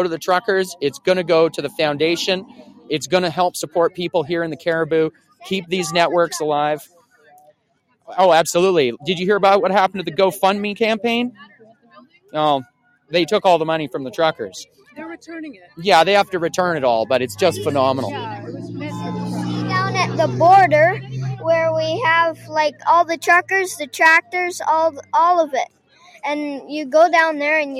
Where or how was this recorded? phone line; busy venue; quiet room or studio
busy venue